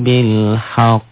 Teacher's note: Tilka ayatullahi natluha alaika bilhaq. Qalqalah kubra yang akbar, karena huruf qalqalahnya bertasdid.